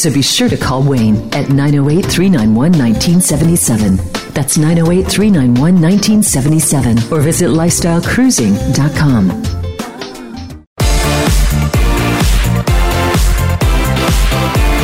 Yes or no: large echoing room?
no